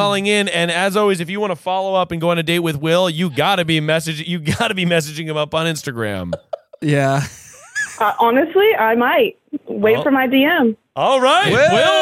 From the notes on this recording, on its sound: Try to find love over the phone with the callers. Will they be CHOSEN by the singles calling in?